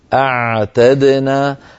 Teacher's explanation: العين الفصيحة هكذا، لا بد من رجوع لسان المزمار إلى الخلف، إلى الخلف